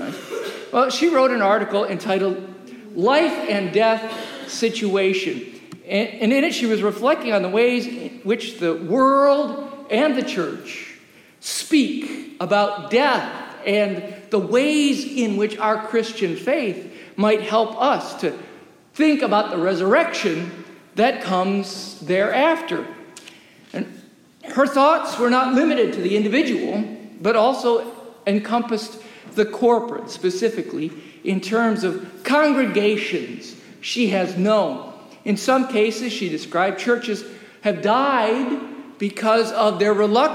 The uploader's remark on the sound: Recorded live during worship in the historic, 317-year-old sanctuary of (Old) Rehoboth.